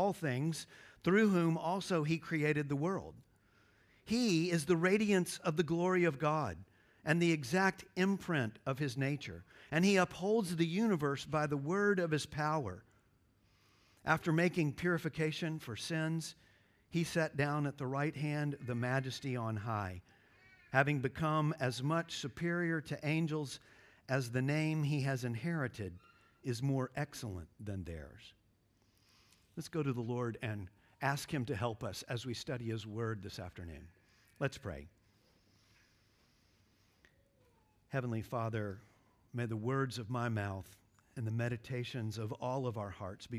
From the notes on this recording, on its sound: at Covenant Hope Church in Dubai, UAE on December 24, 2023